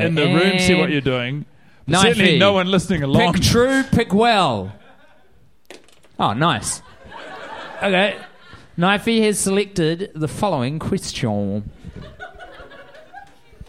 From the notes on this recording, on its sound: Live in Chicago. The fellaz have made it to the windy city – Chicago and are performing in front of a live audience who have travelled far and wide to be part of the adventure.